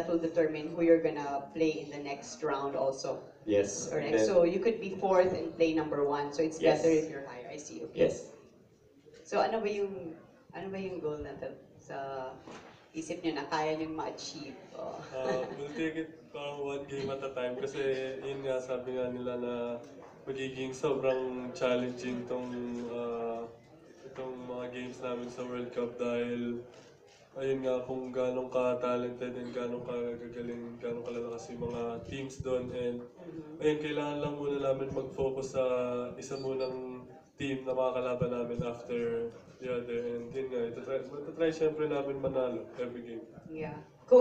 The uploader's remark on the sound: The full press conference during the send-off dinner for the players and coaches of the Philippine Under-19 squad.